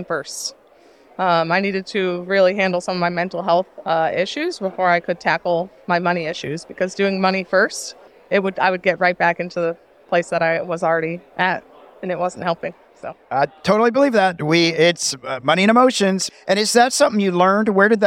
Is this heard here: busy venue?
yes